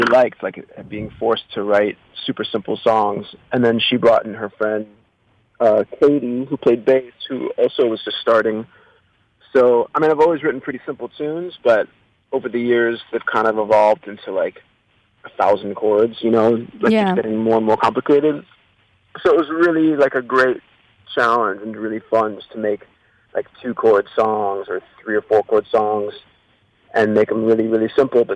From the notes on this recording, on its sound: Phoned in to Radio One Chicago.